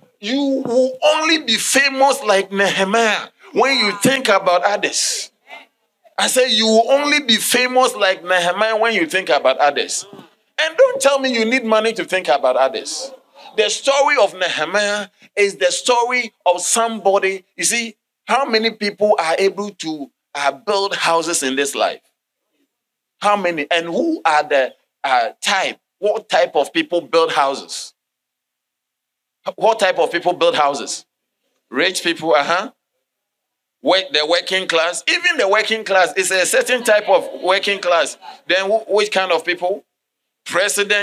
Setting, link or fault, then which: setting, large echoing room